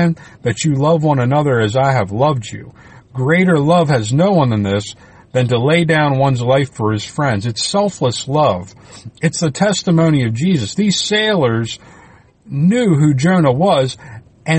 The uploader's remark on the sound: I recorded this in the car while traveling so please disregard the ambient sounds.